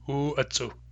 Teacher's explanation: Glottal stop long U, glottal stop A, hard C U.